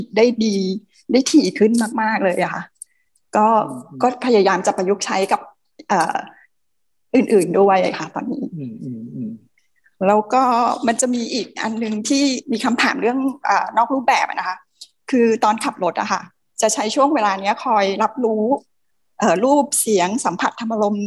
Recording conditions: video call